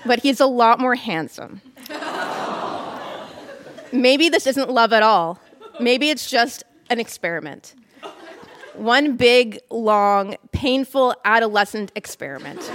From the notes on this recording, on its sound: Recorded live at The Gladstone Theatre in Ottawa.